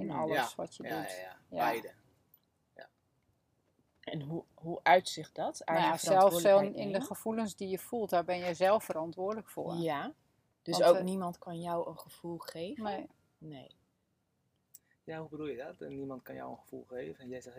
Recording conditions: sounds in the background